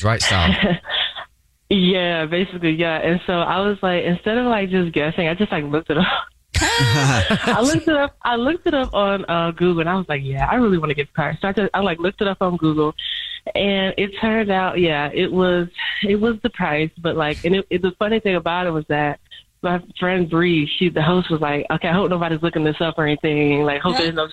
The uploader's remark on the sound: The woman on the phone is stepping out of work while on the phone to confess her Dirty Little Secret!